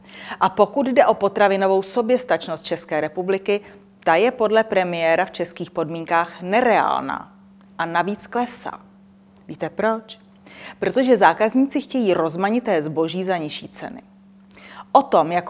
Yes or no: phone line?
no